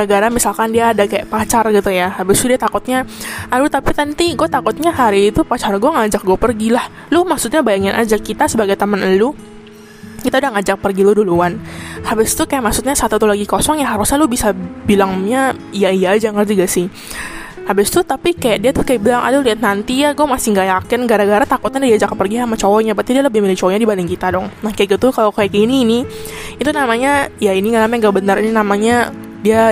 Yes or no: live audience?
no